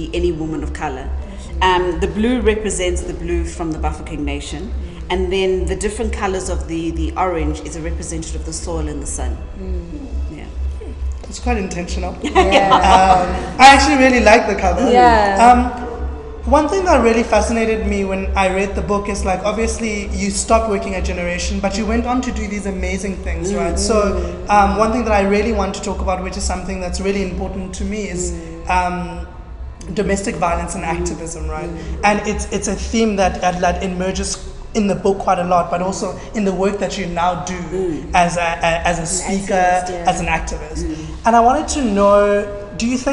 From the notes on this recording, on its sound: The first live recording of The Cheeky Natives